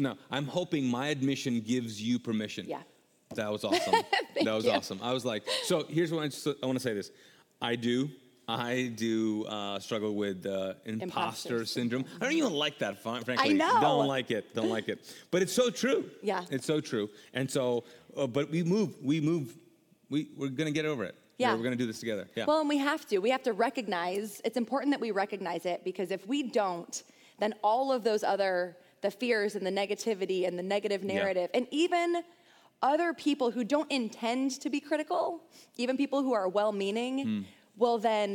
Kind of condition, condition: setting, large echoing room